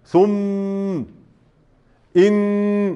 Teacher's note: أعلى مراتب الغنة المشدد، هذه أعلى ما تكون مرتبة الغنة